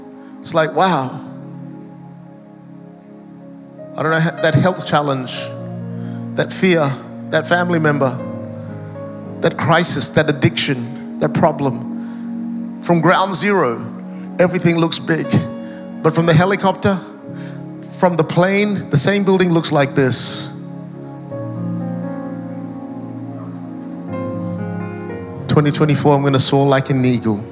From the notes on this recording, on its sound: Recorded live at Planetshakers Church (Melbourne) on Sunday 14th of January 2024.